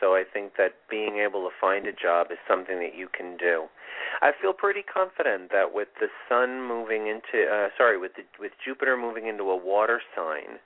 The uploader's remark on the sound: This is a call in show with live mini astrology readings.